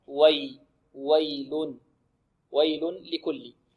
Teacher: والياء هذه لابد أن نعطيها قدرها من الرخاوة